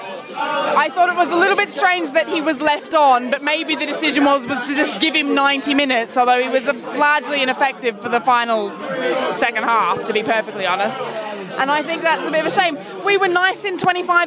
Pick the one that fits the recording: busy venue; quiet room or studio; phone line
busy venue